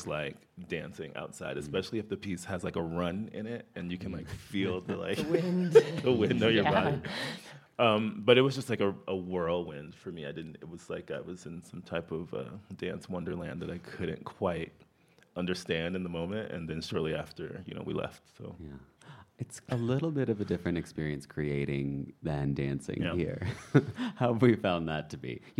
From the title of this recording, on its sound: LIVE from the Vail Dance Festival